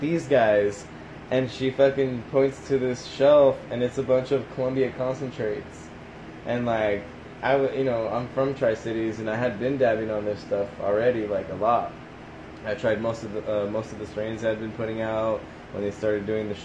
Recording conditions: phone or laptop microphone